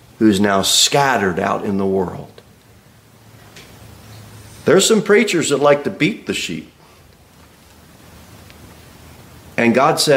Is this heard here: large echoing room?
yes